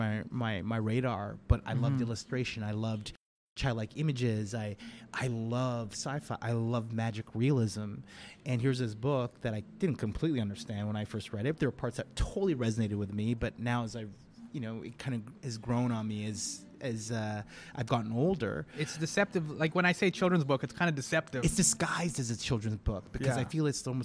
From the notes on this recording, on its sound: Recorded: Thursday, March 7, 2019 at 11:30 am (EST) at Paintbox Bistro